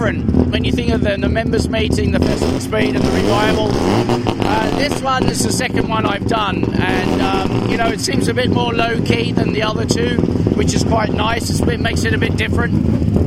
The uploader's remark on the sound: Talks at the 75th Members Meeting.